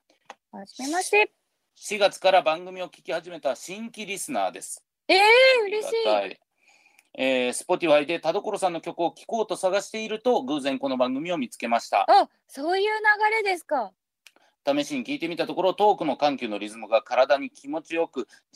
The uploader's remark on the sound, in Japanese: リモート収録